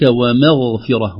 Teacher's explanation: كذلك ومغفرة وليست مغفرة، ليست مغفرة لا بتفخيم الميم ولا مغفرة بترقيق الغين، يعطى كل حق كل حرف حقه لئلا يطغى حرف على آخر، فلا ترقق الغين تبعا للميم ولا تفخم الميم تمهيدا للغين